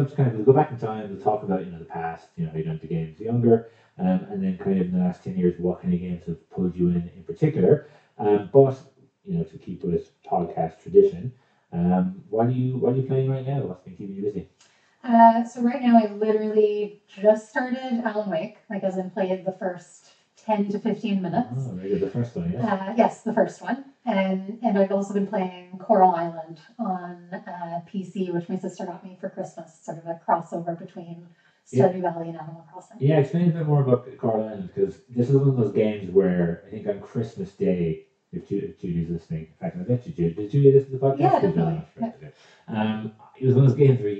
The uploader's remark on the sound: We had a few issues with sound on this one, so apologies!